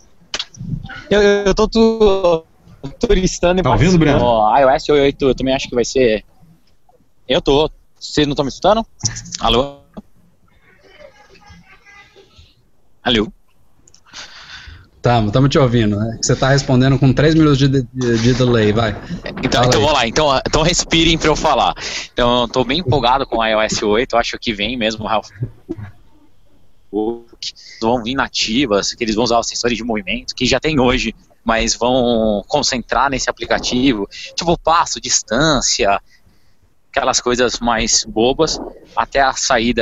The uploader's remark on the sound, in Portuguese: gravamos o 91º episódio do nosso podcast ao vivo, via Hangouts On Air.